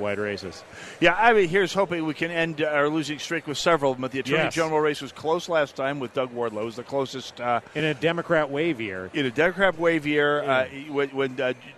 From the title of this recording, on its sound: Live From The GOP Convention